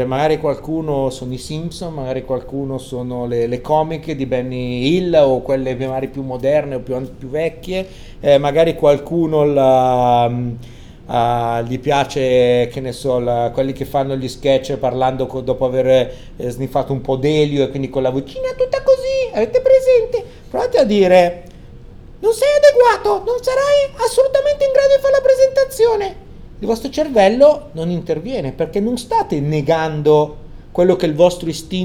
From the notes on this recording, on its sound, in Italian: Prima puntata di una lunga serie registrata ai Community Days 2015.